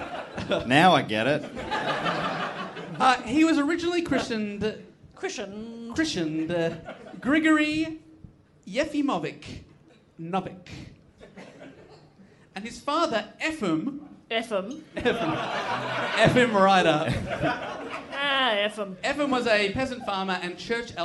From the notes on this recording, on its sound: Recorded live in Melbourne.